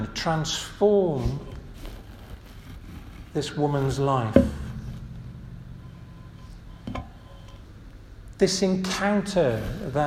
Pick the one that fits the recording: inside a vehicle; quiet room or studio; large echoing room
large echoing room